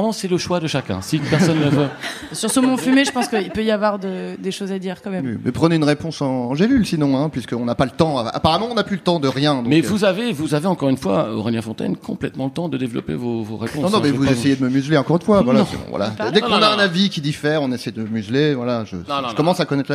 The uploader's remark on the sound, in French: Enregistré en public à la Gaîté Lyrique.